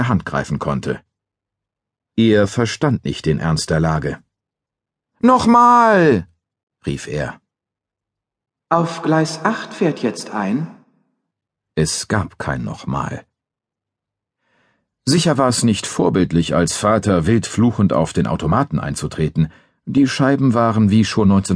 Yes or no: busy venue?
no